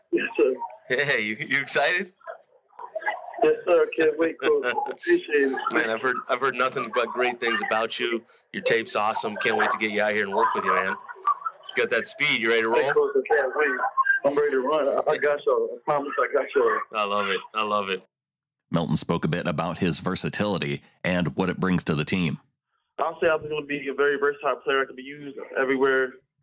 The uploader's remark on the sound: through their various press conferences and phone calls from draft weekend